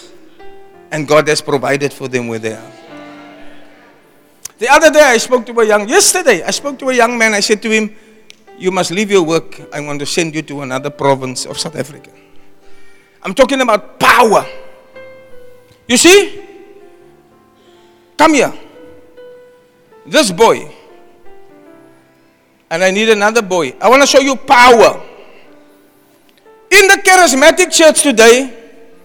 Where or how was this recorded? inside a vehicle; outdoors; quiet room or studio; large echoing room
large echoing room